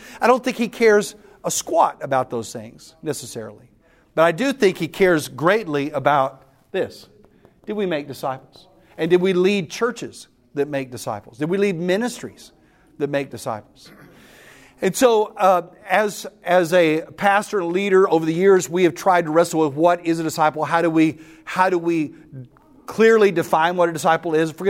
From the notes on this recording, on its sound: The following audio comes from the National Disciple Making Forum by Discipleship.org . That’s where audio for today’s episode was recorded.